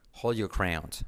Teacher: De nuevo, your, miraos como la R no la pronunció.